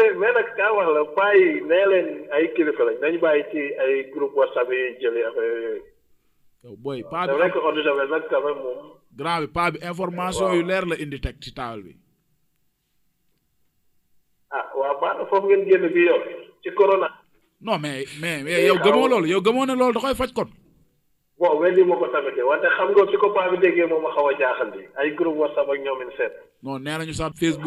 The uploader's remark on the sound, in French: problèmes de réseaux téléphoniques